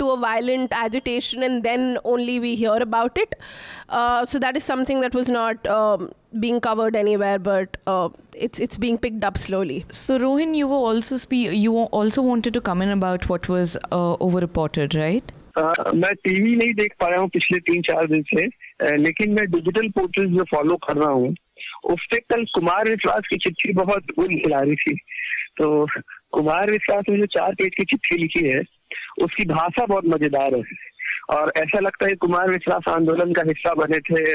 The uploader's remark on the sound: Join us over the phone.